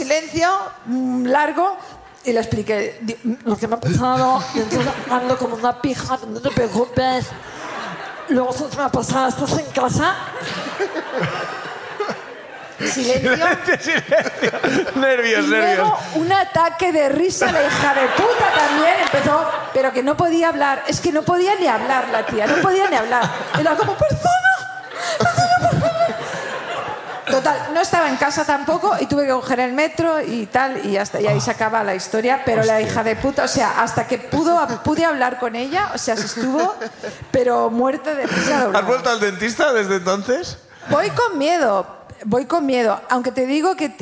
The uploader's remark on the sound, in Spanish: desde la Sala Barts de Barcelona